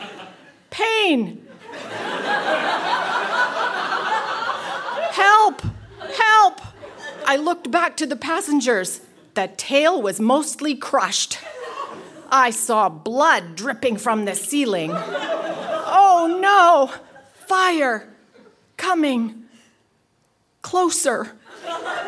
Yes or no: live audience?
yes